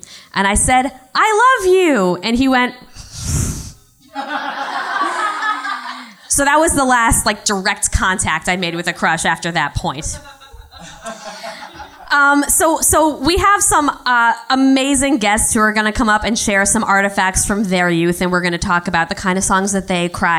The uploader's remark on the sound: Live from Le Poisson Rouge